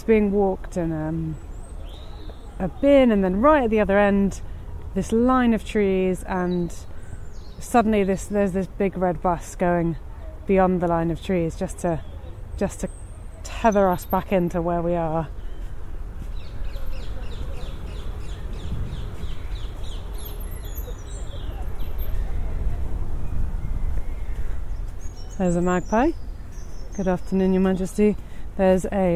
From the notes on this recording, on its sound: More From Tooting Bec Common, Part One. This podcast is recorded in 3D sound! Join her out and about as she captures those small, magical moments of everyday life, in sound.